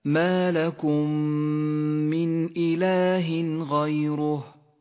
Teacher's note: الإدغام الشفوي المتماثل في قوله تعالى ما لكم من إله غيره، الميم الساكنة وبعدها الميم المتحركة تدغمان فتصيران ميما واحدة مشددة، لونت بالأخضر لأنها تغن بمقدار حركتين.